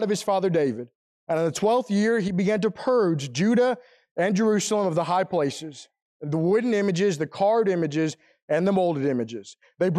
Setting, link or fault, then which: setting, large echoing room